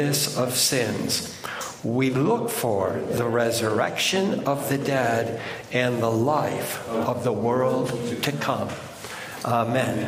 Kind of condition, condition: setting, large echoing room